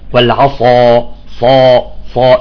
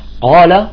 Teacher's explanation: حرف استعلاء وليس حرف اطباق، بينما الصاد هنا هو حرف استعلاء واطباق. فيقول لك في هذه الكلمة في العصا يكون التفخيم اقوى من قال